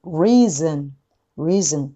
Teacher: ズンの N のところでベロついてください。 · ズンともゾンとも、あんまり考えずに、曖昧母音なんだけど、事実上 ZN。